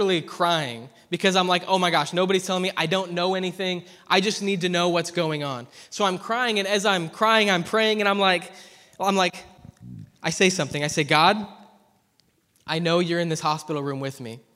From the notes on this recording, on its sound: preached at ZEAL Church in Hermiston, Oregon